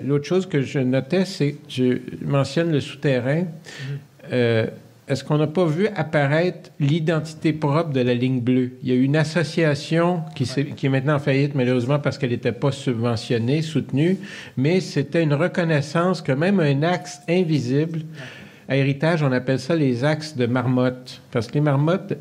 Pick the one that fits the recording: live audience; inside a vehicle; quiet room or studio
live audience